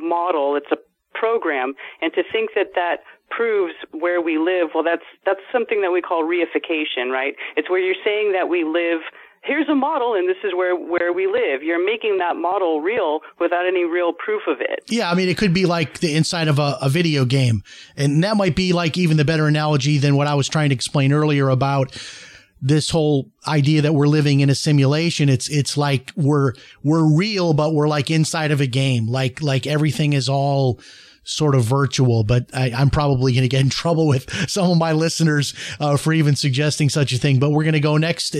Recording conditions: phone line